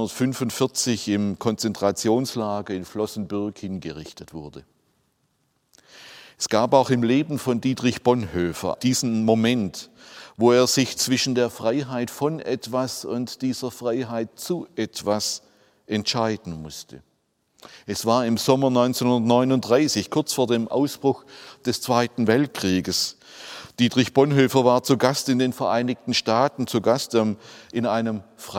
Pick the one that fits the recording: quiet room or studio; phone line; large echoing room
large echoing room